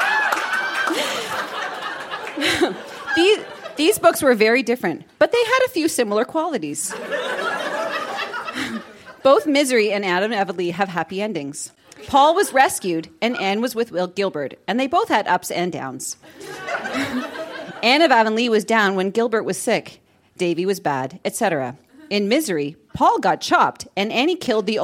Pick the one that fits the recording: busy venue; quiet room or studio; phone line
busy venue